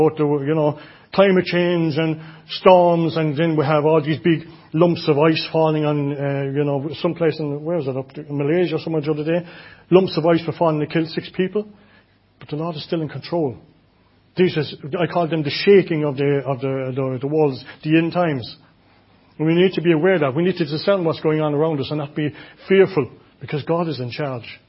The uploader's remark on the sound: Audio recording of the Sunday morning Bible Teaching. Enniscorthy Christian Fellowship, Enniscorthy, County Wexford, Ireland.